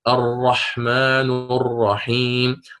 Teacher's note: هناك ارتعاد لرأس اللسان عند هذا النطق بالحرف · Term: صفة التكرير